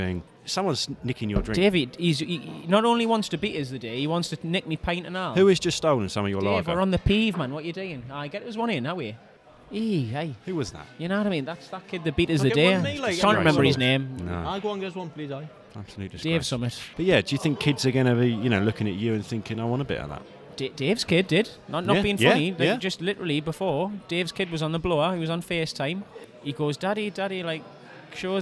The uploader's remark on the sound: Recorded at the Snooker Shoot Out in Watford.